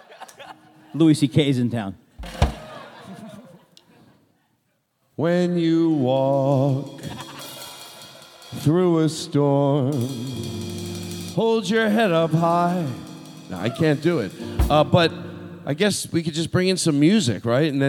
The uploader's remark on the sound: This episode is LIVE from JFL NorthWest